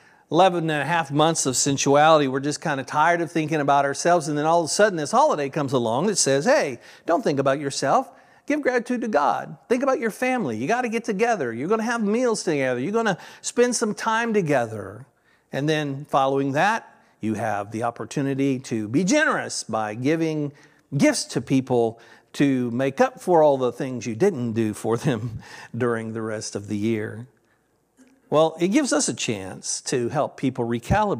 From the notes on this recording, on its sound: This sermon was originally recorded at Palestine Church of Christ on Nov 19th, 2023.